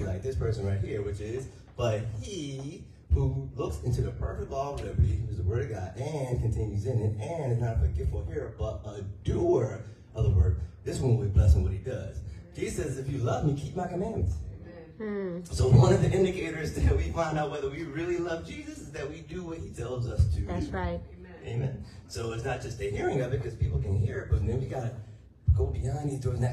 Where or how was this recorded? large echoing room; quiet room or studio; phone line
large echoing room